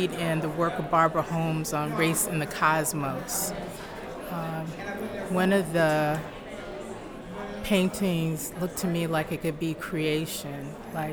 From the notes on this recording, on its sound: We recorded a live segment inside the Museum where the community was invited to share reflections.